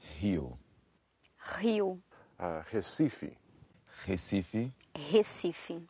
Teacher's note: if it's an R at the beginning of a word, or if it's a double R, we pronounce it more like a H